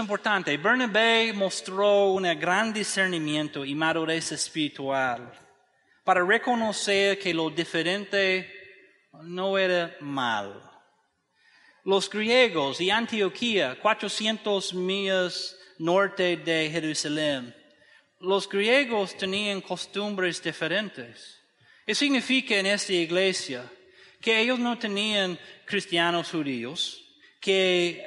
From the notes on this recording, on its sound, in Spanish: desde el auditorio de la Iglesia Bautista Evangélica de Macoris (IBEM) San Pedro de Macoris, República Dominicana.